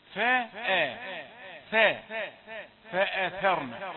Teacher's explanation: يلاحظ أن البعض يفخم الهمزة فيقول فأثرن أثرن، يفخم الحروف المرققة حتى الفاء حتى الثاء